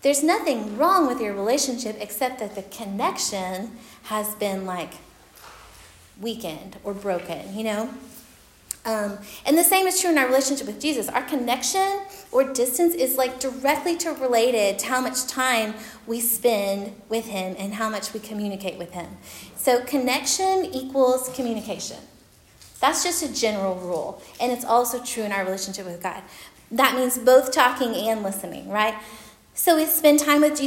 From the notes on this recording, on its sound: Recorded at Union Church.